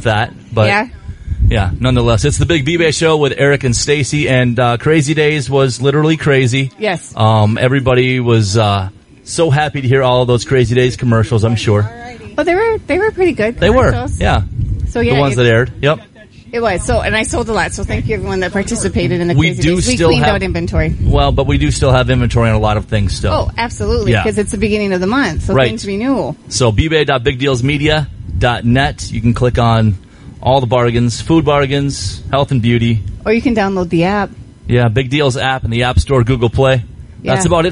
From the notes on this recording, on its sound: Live Show From The Crow Wing County Fair.